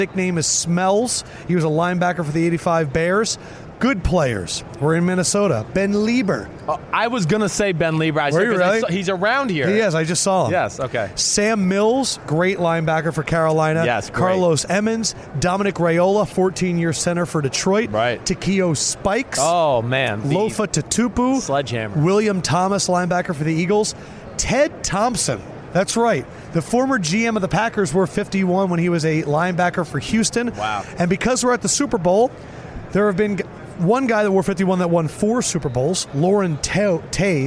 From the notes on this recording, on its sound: from Radio Row